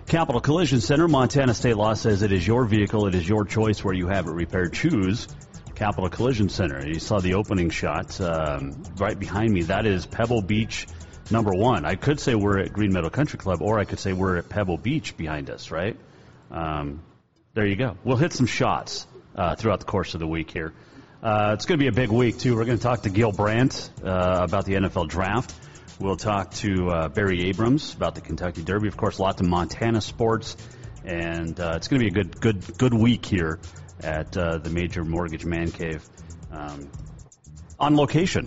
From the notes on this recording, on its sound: we were live at Green Meadow Country Club